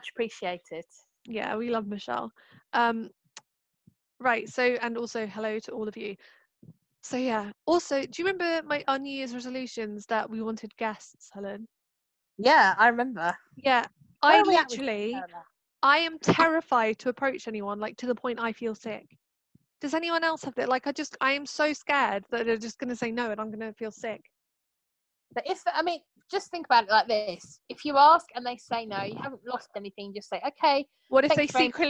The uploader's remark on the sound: get together over zoom